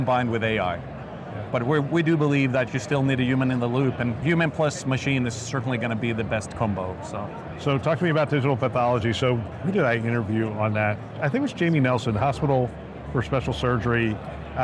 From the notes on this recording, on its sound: an Interview in Action live from HIMSS 2023